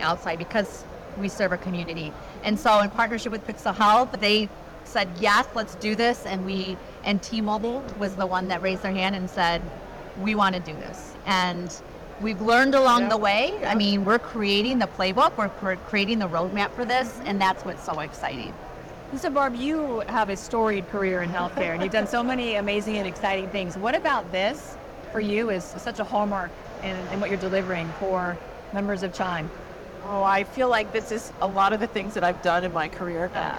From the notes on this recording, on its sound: Today on the Conference channel, it’s an Interview in Action live from the 2023 CHIME Fall Forum.